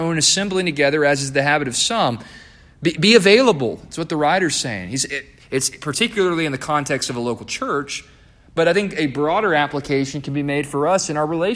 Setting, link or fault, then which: setting, large echoing room